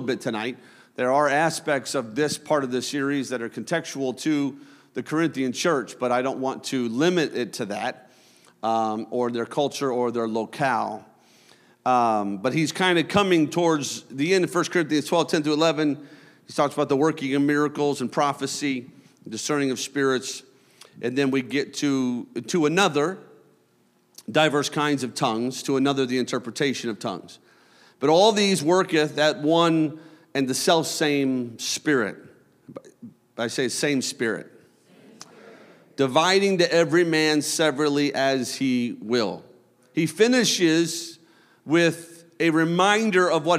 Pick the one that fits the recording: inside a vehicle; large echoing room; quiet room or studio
large echoing room